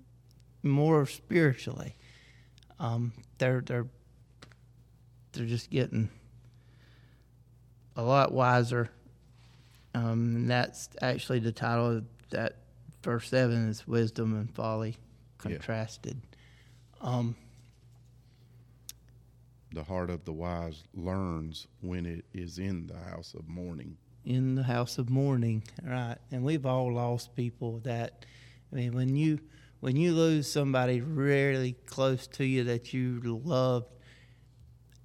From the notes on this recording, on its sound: The church where we are recording "Our Journey" podcast is on Our Grandpa's farm!